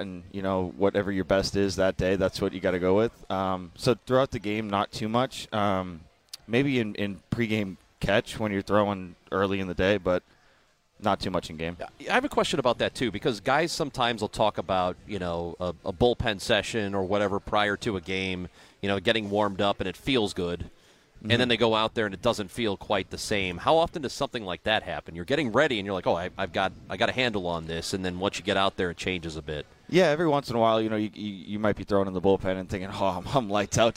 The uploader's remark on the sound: In our second hour from Cardinals Winter Warmup